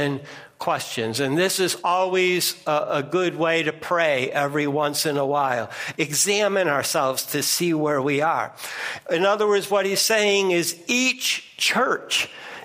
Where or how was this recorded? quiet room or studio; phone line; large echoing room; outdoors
large echoing room